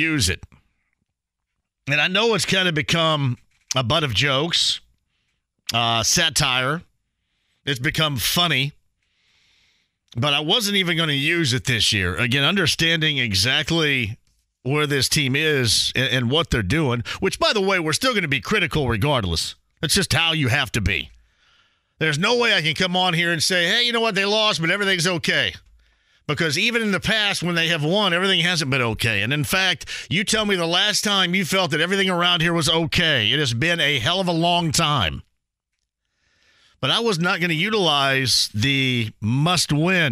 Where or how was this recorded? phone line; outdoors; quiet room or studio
phone line